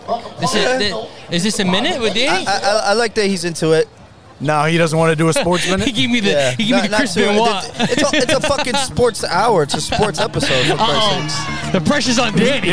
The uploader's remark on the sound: LIVE FROM THE RUCKER PARK CHAMPIONSHIP. Live from Rucker Park on 8/27/23!